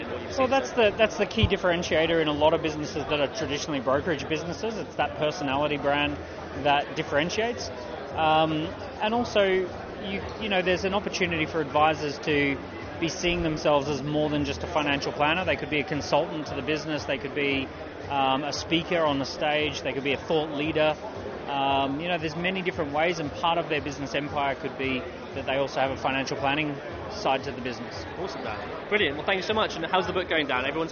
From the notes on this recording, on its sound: Inside the NextGen conference 2019. Does the rounds at the NextGen Planners Conference in Manchester.